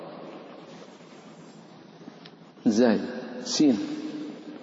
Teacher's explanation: طرف اللسان مع أطراف الثنايا السفلى مع العليا